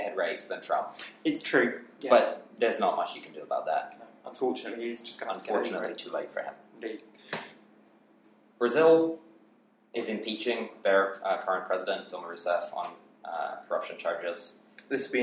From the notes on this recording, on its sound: We're in a different recording location this week, so forgive the quality.